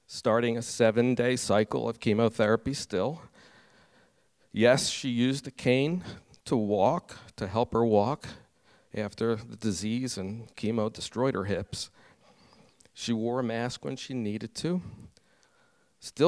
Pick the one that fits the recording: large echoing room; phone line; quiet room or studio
large echoing room